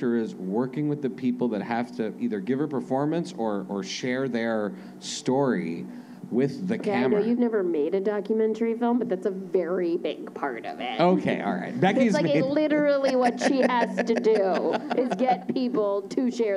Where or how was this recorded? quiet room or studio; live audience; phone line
live audience